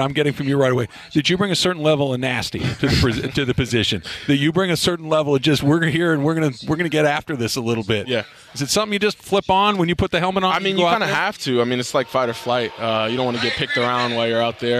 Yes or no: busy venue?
yes